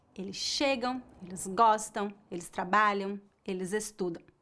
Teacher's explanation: Eles chegam, eles gostam, eles trabalham, eles estudam e assim por diante. Note que a sílaba tônica é a penúltima e as letras AM no final são pronunciadas como ão, mas a pronúncia é fraca.